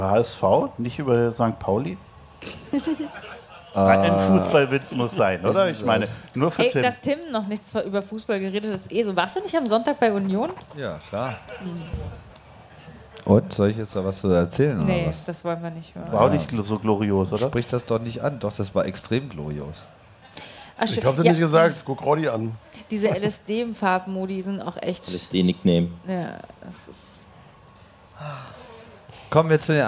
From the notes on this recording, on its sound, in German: Camp2019. Der Freak Show Podcast live on stage.